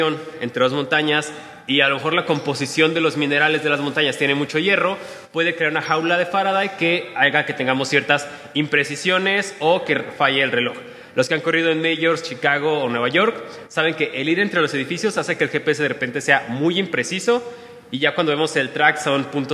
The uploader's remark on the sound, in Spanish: En esta plática grabada en vivo.